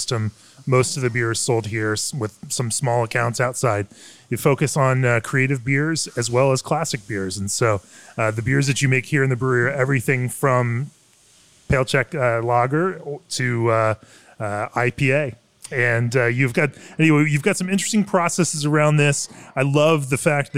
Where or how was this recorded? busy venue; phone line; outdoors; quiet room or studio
busy venue